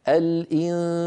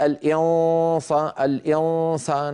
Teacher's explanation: لما يأتي بعد النون المخفاة حرف مرقق فإن الصويت الفموي يتبع هذا الحرف ترقيقا · Shown in: first take